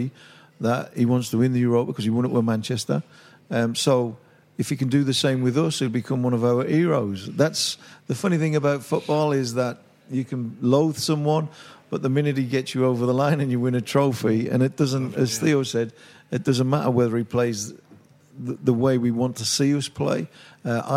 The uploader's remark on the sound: our Beehive Live Show